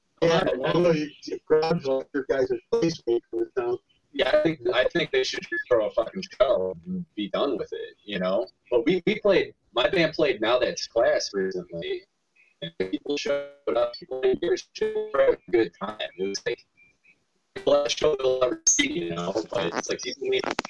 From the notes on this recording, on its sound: Unfortunately we deal with some more technical difficulties In this episode, as we still try and get used to working our audio with the Livestreams. Microphone is working fine.